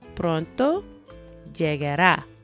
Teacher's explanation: So that llegar is followed by the a sound at the end, and that's where the emphasis is.